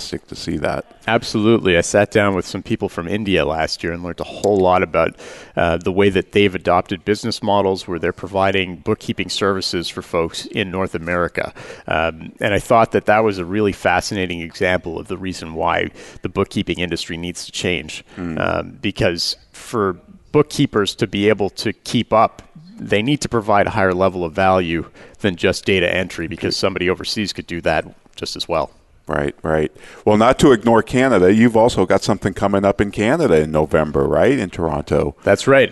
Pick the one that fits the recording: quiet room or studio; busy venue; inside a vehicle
busy venue